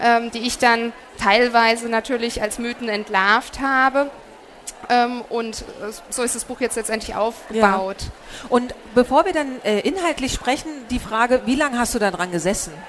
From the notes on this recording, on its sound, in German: Von der herCAREER EXPO live und aus der herCAREER-Community. Der Vortrag wurde im Rahmen der Messe herCAREER 2021 aufgezeichnet.